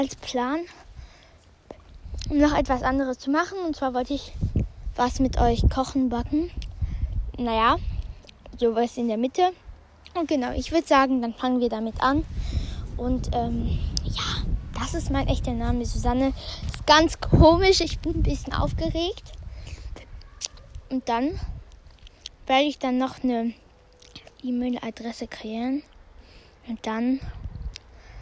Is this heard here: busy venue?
no